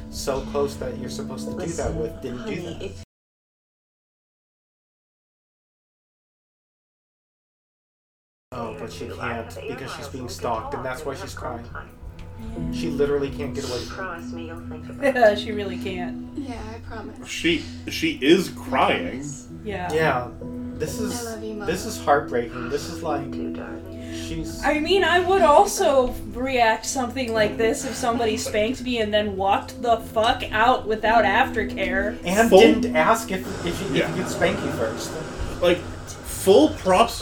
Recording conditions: background noise